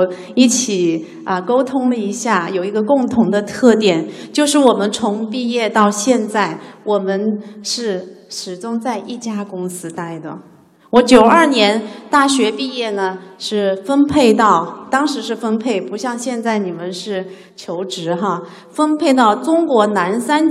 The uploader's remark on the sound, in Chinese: CFO高峰论坛现场回放